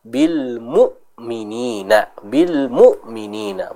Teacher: Pada kata bil mu'minina, ingat di sana ada hamzah yang sukun. Maka hamzah yang sukun harus ditegaskan bacaannya